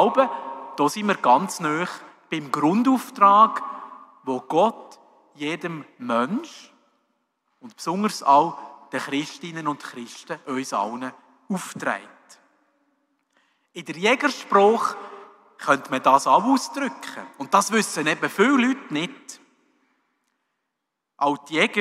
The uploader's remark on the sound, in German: bei der Hubertus-Messe 2023 in der Pfarrkirche in Bellach